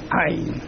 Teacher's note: There's an attack on it. A glottal attack.